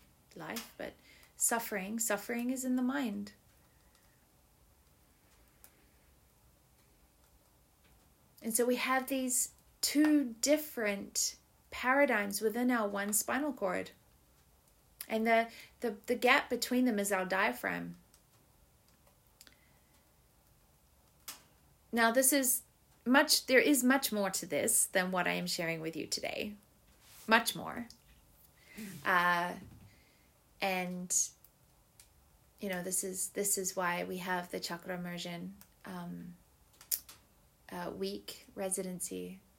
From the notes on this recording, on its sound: It was recorded on a cool Canadian spring morning and you can hear the fire crackling in the background.